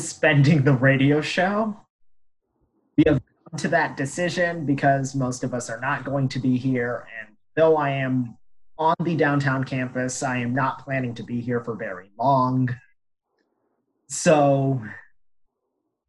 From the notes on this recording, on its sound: This is the first time we recorded a show via Zoom and we apologize for any quality issues with the audio, we are working them out.